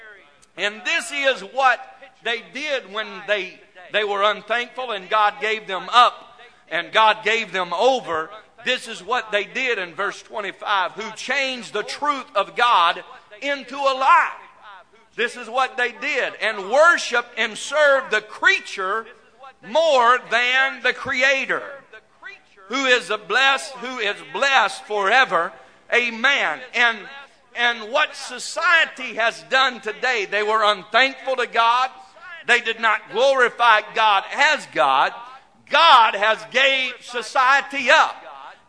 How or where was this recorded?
large echoing room